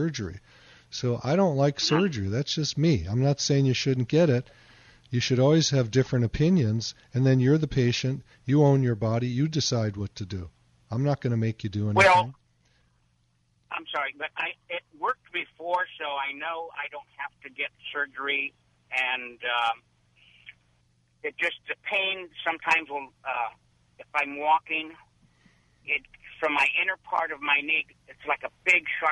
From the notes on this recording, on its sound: same caller who called in earlier